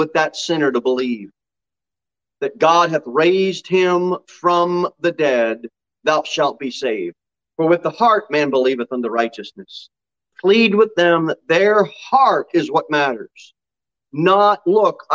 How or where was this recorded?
large echoing room